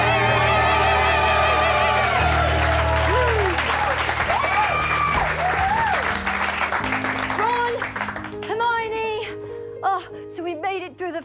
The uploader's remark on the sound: A wild, fast-paced montage of the first Harry Potter film with a raucous, sold-out crowd!